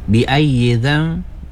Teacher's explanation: kena dengung dan buka bibir sikit · Term: iklab